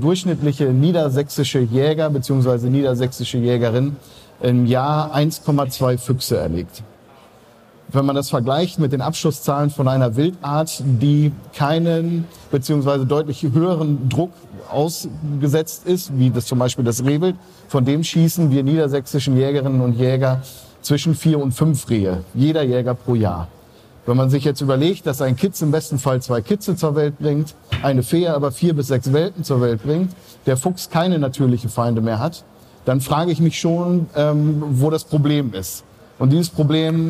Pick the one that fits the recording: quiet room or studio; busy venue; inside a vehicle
busy venue